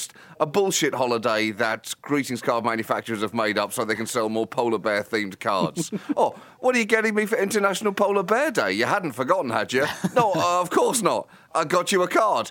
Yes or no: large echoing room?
no